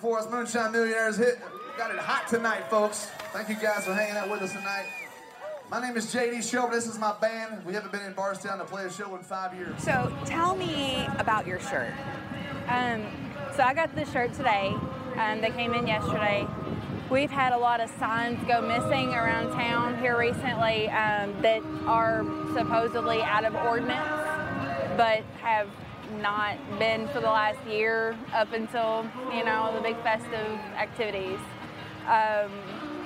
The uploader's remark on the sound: Live Update from the Kentucky Bourbon Festival